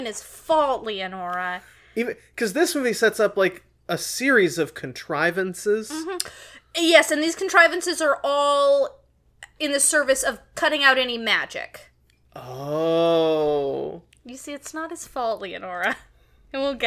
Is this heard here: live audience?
no